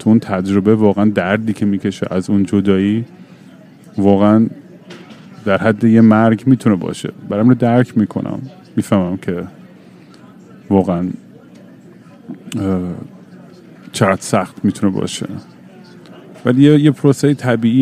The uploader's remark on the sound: live from LGA airport.